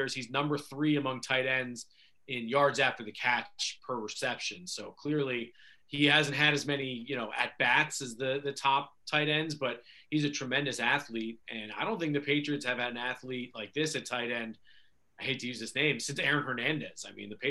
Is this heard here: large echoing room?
no